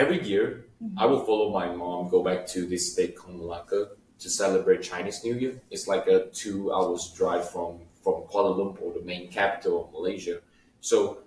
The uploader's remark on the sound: Please excuse our microphone quality this week, we are still traveling!